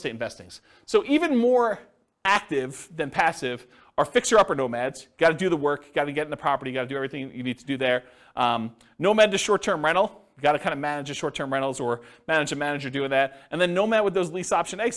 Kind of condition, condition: setting, live audience